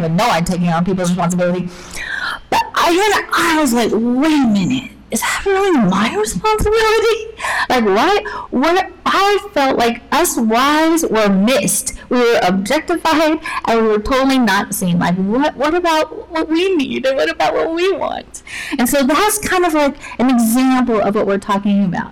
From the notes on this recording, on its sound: Due to technical difficulties, the audio quality is not up to our standards.